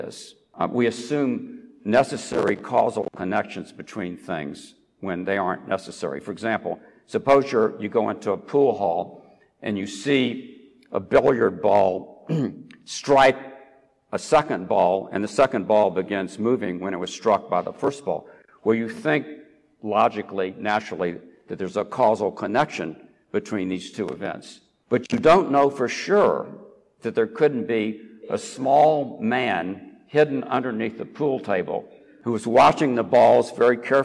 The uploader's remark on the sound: recorded at the Dome Room at the Rotunda of the University of Virginia